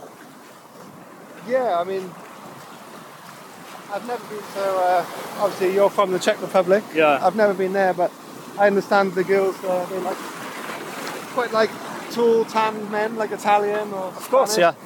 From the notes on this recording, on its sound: This time we were recording while walking along the shore. I got my pants wet as I was wading through the waves.